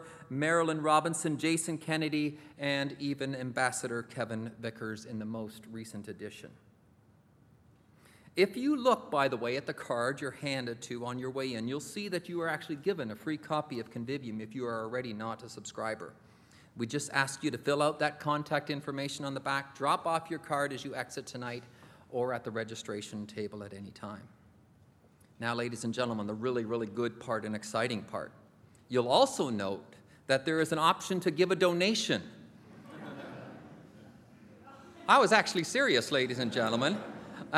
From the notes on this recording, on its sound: This event by Cardus was recorded on 15th March 2016 at The Glenn Gould Studio in Toronto, Canada.